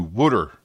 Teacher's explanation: Water has a crisp T sound when pronounced properly, but the Philly folks make that a bit murky by changing it up to water. The crisp T becomes a muddy D. Another tweak is the A slides over to a U, like U-boat, and instead of water, it becomes water.